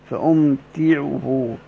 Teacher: فابن عامر بإسكان الميم فأم، طالما سكن الميم مش هيشدد التاء، مش هينفع يجتمع ساكنين، أنا قال فأم يبقى يكسر، هيكسر التاء فقط، فأمتعه. قال فابن عامر بإسكان الميم وتخفيف التاء مضارع أمتعا المعدى بالهمزة، وافق المطوعي عن الأعمش.